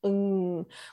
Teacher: ng, which is coming from the furthest back point, your glottal area of your mouth.